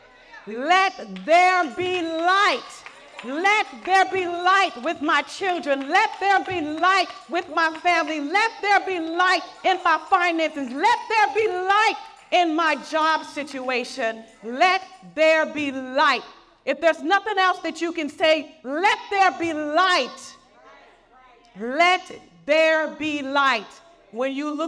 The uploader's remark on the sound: Message excerpt from Bethesda Women's Conference in Missouri